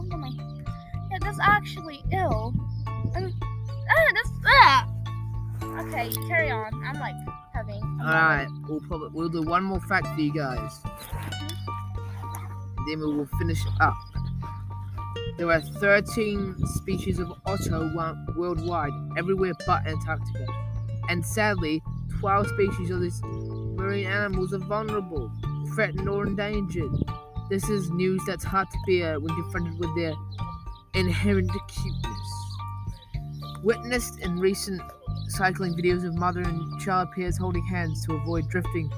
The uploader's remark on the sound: Sorry for the noise the place we noraly film in was closed because of some exams this week.